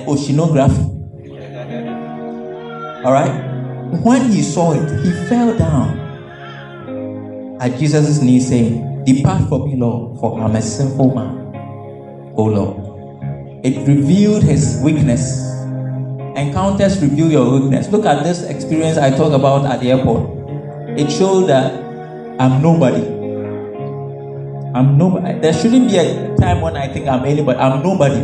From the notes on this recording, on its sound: This message was preached at the May 2022 edition of the Things of The Spirit Service.